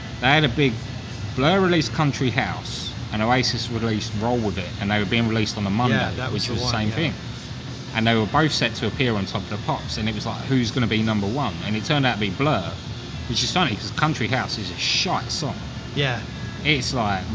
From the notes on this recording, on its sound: In our first of many field recordings, we travel to Louisville, Kentucky. This episode was recorded onsite at Haymarket Whiskey Bar who were gracious enough to let us sit in and record.